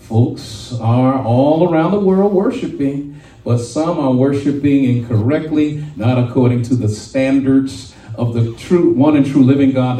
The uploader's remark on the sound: shared this message live at RACC on 5/7/23